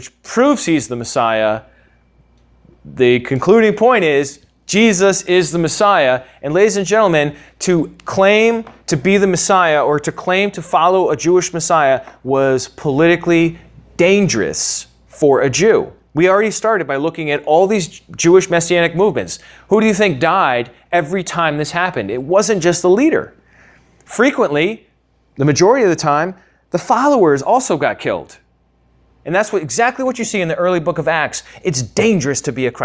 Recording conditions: large echoing room